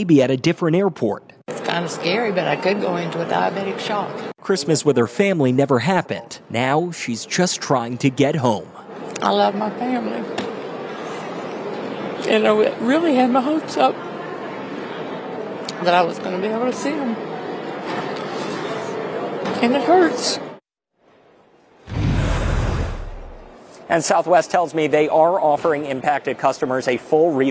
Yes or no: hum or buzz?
no